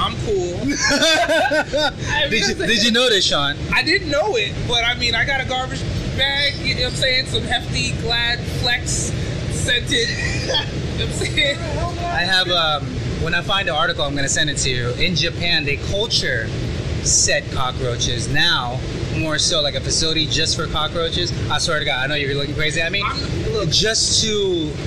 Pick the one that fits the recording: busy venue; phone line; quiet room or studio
busy venue